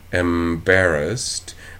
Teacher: And then if you release it by letting the sound flow out through your nose, And in fact, we do this quite a lot when we say like a word like embarrassed. We're building up flow, stopping at the nose, and then exploding it out the lips.